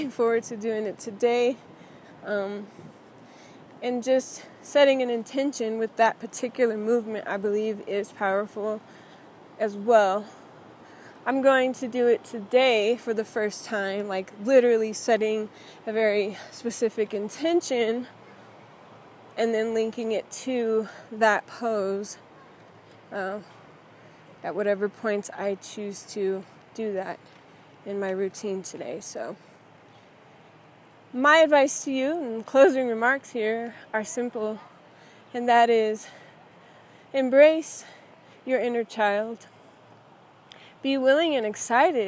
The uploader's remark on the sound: In this impromptu episode, as I was walking on my way to yoga